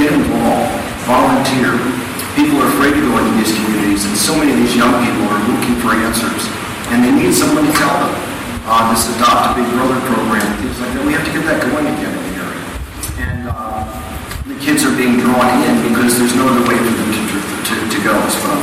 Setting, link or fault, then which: fault, poor sound quality